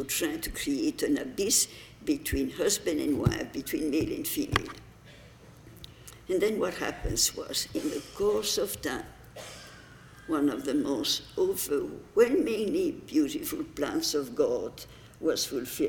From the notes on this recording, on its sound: delivered the commencement address at the 2015 Commencement Ceremonies on May 16